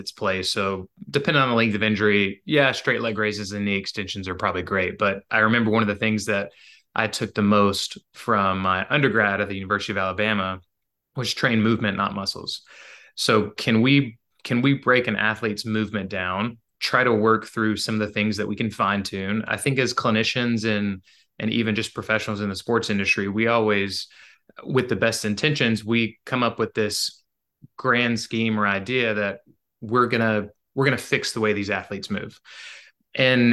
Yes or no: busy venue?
no